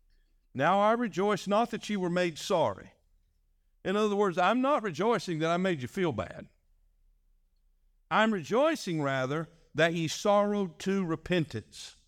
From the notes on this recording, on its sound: This message was delivered on February 18, 2024, during our evening service.